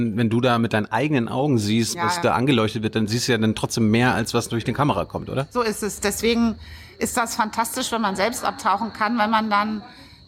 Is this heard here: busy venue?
yes